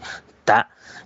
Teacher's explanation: 它是带一点那个送气，就是说胸腔是有震动的